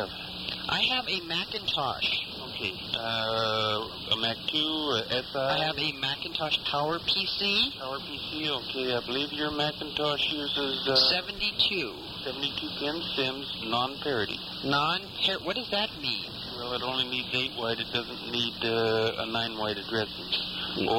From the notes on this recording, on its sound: Prank Phone Calls